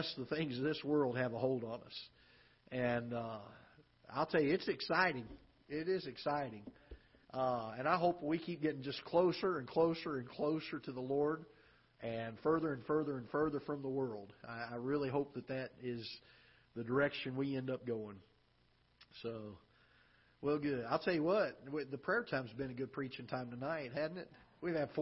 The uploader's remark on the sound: Ketha Heights Baptist Church ~ Live Broadcast